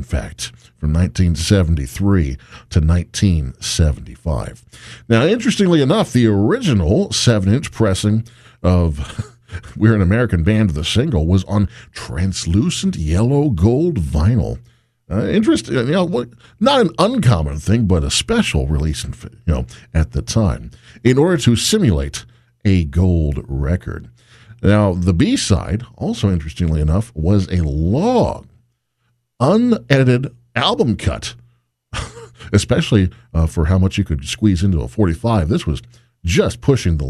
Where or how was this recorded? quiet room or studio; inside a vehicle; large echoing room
quiet room or studio